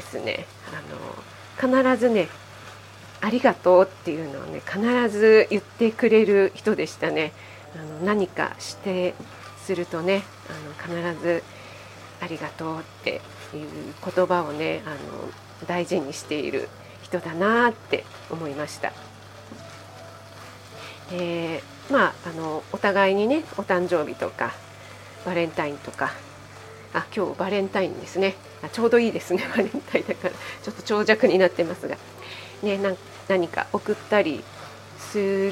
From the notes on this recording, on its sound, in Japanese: 卯の花 作りながら収録してます。